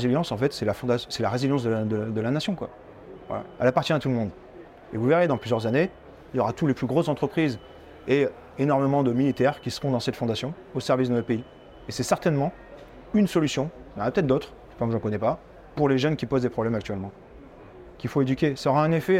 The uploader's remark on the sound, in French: Cette semaine, nous vous proposons un épisode enregistré sur le salon Milipol à Paris.